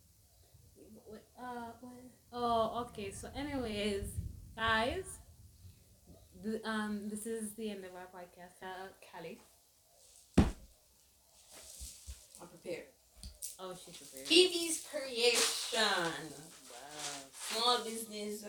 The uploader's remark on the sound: We were having some difficulties with the audio and the account but we are back for good.